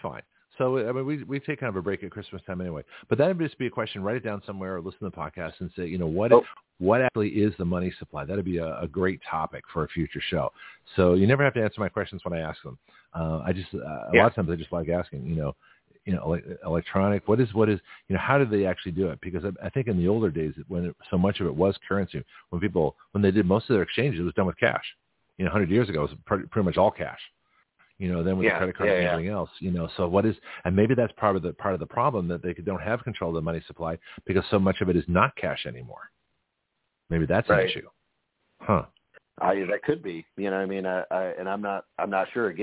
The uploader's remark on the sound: BlogTalk cut my signal again, so I called